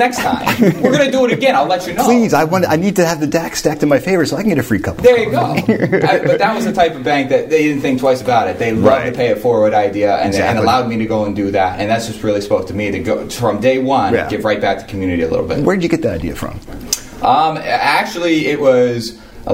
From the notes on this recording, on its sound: TECHVIBE RADIO BROADCASTS FROM SQUIRREL HILL. We took TechVibe Radio to Huntington Bank’s new branch in Squirrel Hill.